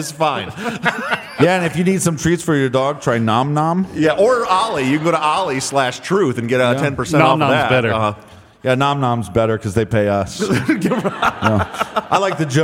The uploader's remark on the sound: LIVE from Austin, Texas!